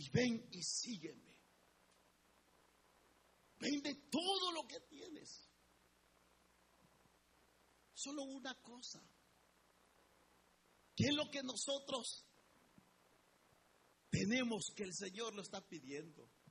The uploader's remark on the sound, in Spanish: en Iglesia Palabra Viva, audio grabado el dia 20 de Enero 2019 Culto 845am